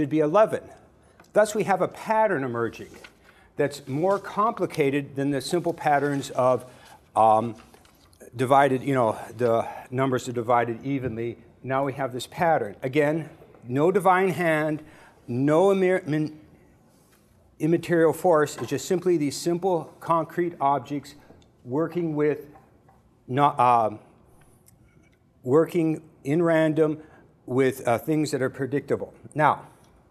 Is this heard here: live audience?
yes